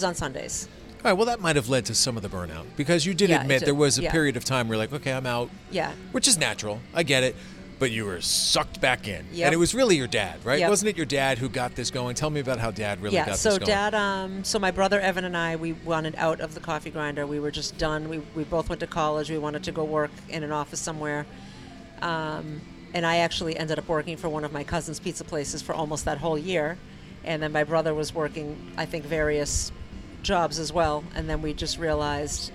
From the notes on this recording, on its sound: chat from a booth at Islington Pizza